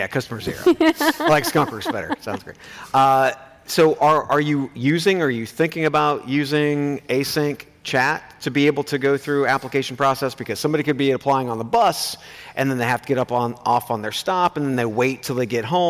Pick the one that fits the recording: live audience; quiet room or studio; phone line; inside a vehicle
live audience